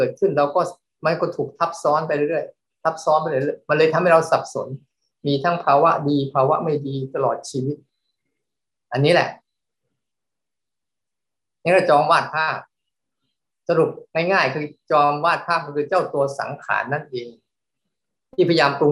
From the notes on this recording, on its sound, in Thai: เป็น 1 ใน 3 คอร์สออนไลน์ (ผ่านโปรแกรม Zoom)